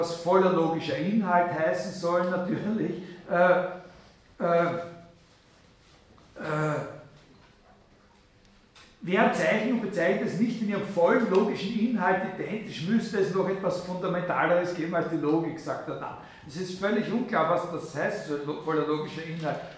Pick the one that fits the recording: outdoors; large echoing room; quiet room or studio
large echoing room